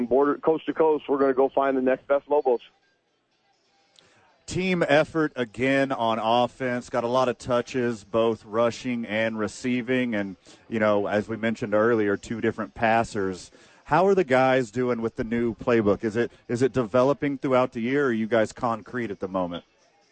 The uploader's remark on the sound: live from ABQ AXE talk Balloon Fiesta